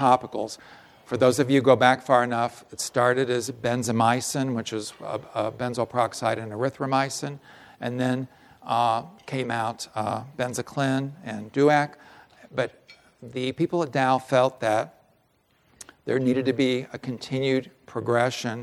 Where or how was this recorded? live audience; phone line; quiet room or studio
live audience